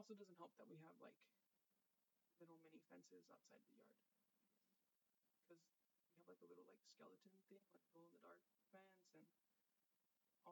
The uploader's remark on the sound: A very low volume. With live commentary following the Chivas game going on at the moment of recording.